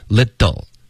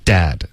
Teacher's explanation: 这个舌头能软一点的弹一下就够了 · Shown in: first take · 你想成就是一个气流中间有一个的音就够了 little 舌头弹一下就行了有的词典现在会标一个的是有括号的然后这个括号就是代表这个舌头弹动的一个音而不是像一个字开头的的比如 dad 这个的就比较重然后不是一个 dad 这种弹的音所以 little 这个的的音有可能就